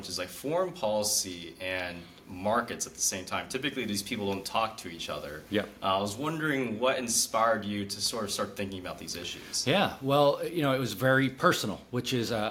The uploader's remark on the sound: at the Mercatus Markets and Society Conference